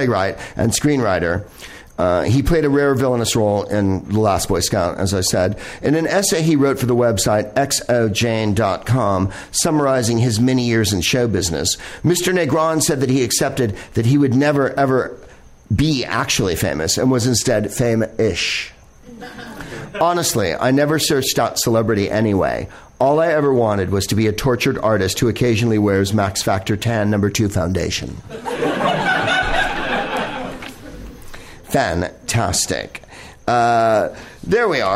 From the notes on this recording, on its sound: Live from the NerdMelt Showroom in LA